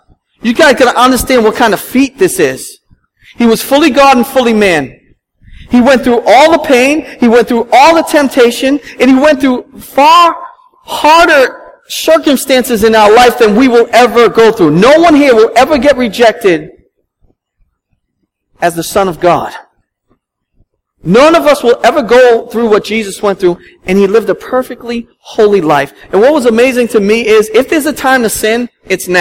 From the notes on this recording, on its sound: at Restoration Road Church in Wakefield, MA